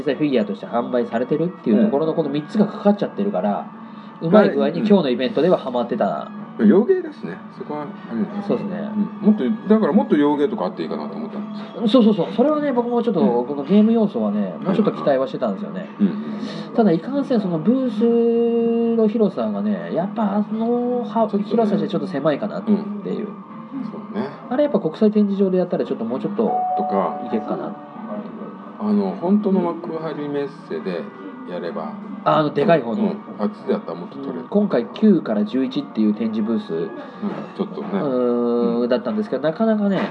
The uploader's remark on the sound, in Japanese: 居酒屋にて、記憶が薄くなる前にと感想を収録したんで。いつもより収録の機材も環境も良くないので音質があれですが。